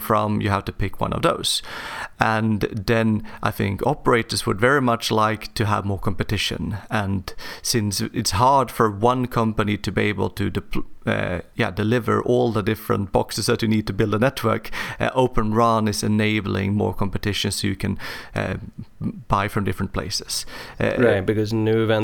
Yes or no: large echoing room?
no